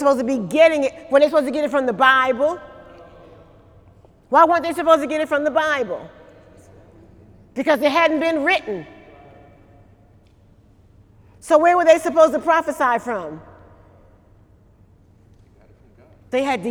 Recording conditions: large echoing room